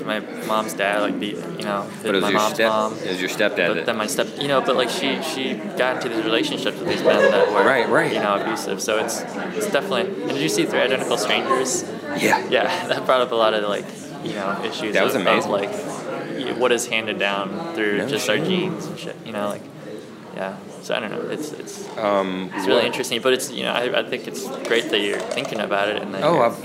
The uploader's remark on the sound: a conversational interview, recorded last year at the Full Frame Film Festival